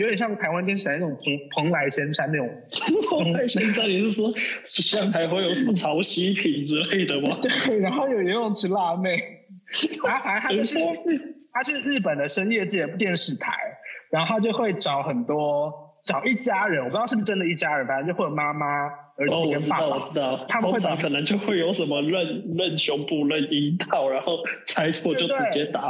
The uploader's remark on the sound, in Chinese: 隔離中沒辦法好好set錄音裝置 音質很差。